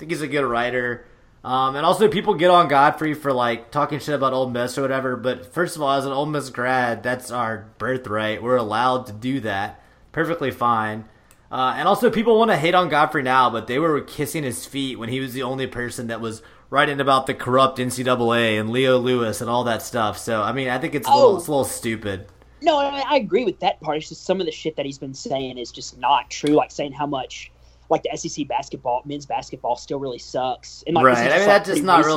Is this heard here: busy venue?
no